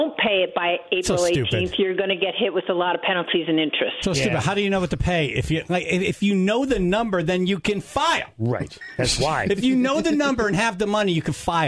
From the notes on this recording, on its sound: Was on the phone to help the Tribe with their last-second tax questions.